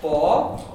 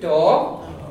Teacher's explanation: that's the open O that we would have in the word for a cow, bog, or the word for two, dog